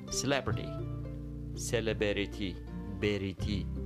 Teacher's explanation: به این A که بعد از B میاریم در زبان انگلیسی وجود نداره ولی ما این کار رو میکنیم